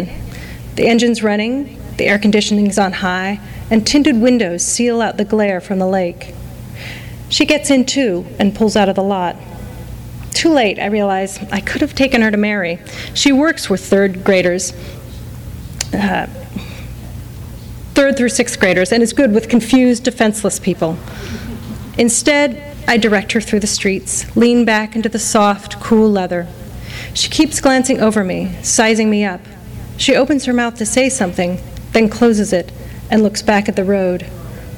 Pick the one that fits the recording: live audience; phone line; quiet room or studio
live audience